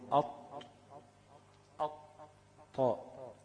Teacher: طيب، لو جينا نطبق مسألة الاستعلاء ديت على الحروف السبعة اللي عندنا ديت، لما أقول أط طاء، ألاقي اللسان كله تقريبا بيرتفع